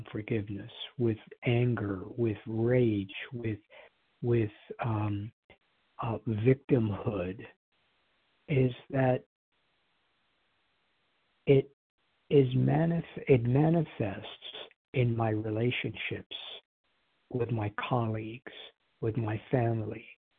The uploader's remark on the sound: Qualification from the 100 Pounders Phone Meeting.